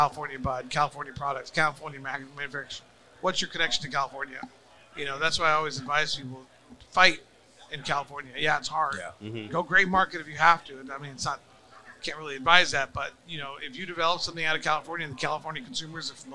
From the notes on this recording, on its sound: Recorded at MJUnpacked NYC